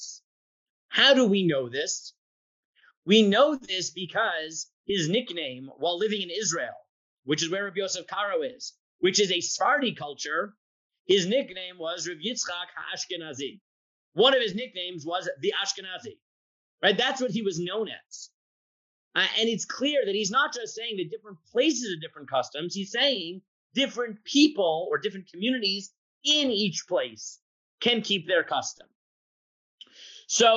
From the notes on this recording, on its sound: This audio was originally captured from Zoom.